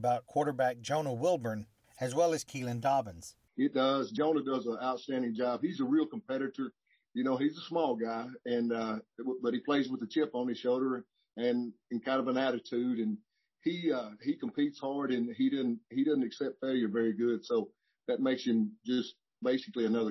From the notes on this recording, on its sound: spoke to media during a Zoom news conference